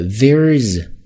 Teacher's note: There's 在这儿的 th 首先是一个浊音咬舌头